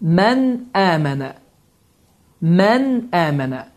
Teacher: Yəni heç bir sıxıntı, heç bir ixfə, yəni bu n səsi gizlədilmir, n səsi buruna verilmir, açıq-aşkar bir şəkildə tələffüz olunur · Term: izhar